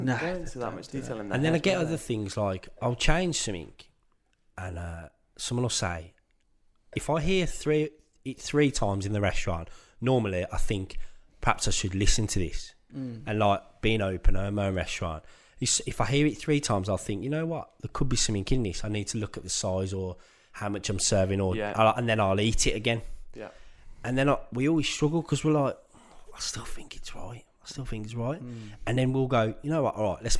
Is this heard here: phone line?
no